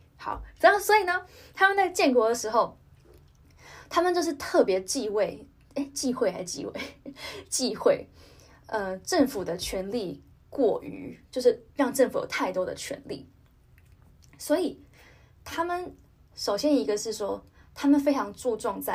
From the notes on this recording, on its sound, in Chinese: 本集節目暫由手機錄製，音質較差